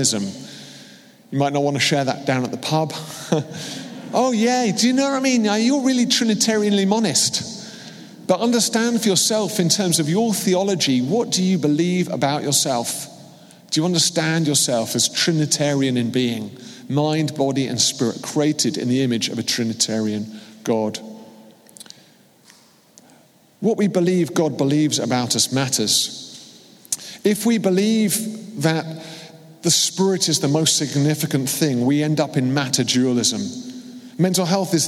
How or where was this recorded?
live audience